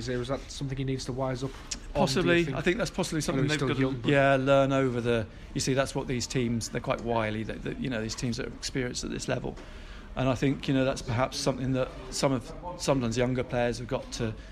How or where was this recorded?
busy venue